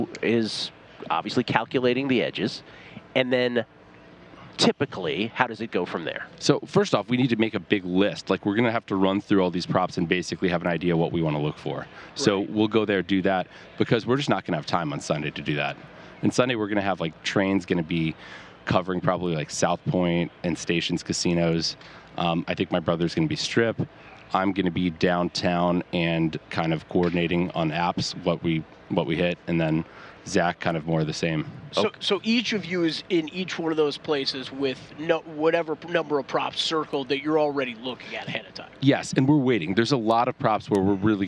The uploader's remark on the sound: broadcasting live from media row